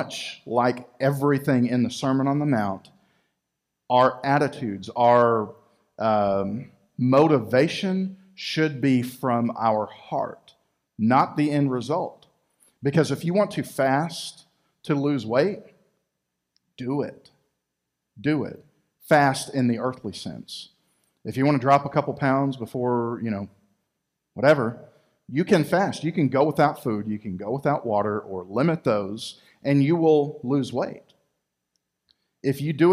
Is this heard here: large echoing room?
yes